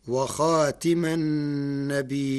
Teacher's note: قرأ ورش كلمة خاتم بكسر التاء فتصير وخاتم النبيين.